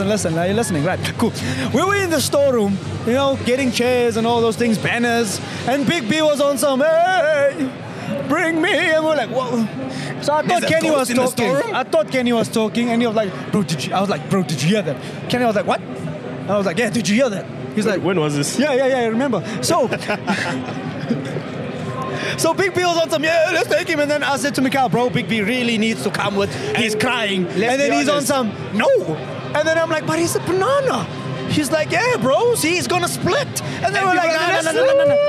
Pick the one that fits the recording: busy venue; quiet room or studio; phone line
busy venue